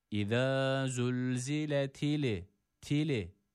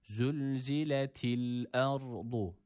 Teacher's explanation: esreli olan T'den eliflam takısına geçerken burada yine dilimizi hemen bırakmıyoruz. · Shown in: second take · Bırakırsak hareke vermiş oluruz elimizde olmadan.